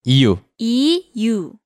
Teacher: the pronunciation 리 changes to 이 when it's at the beginning of a word · Term: 두음법칙